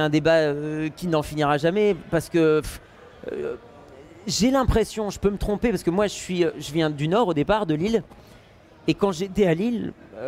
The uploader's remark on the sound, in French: Interview enregistrée le samedi 4 décembre 2021 lors du salon Game'in Reims